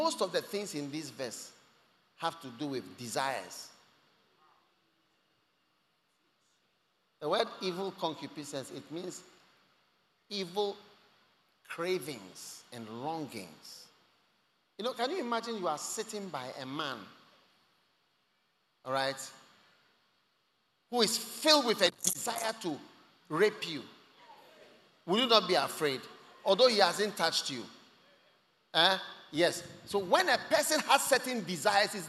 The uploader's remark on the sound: Preached at The First Love Christmas Day Service, First Love Center. Accra.